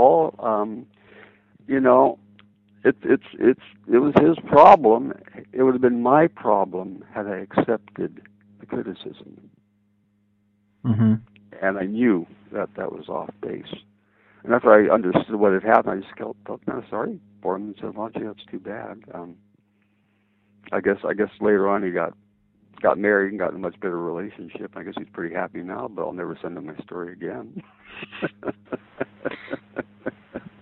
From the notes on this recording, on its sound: the second part of their phone conversation